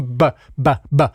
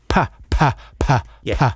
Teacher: Og så hvis man putter mere luft på, så bliver det til pa. Så bliver det til det, vi kalder for aspireret.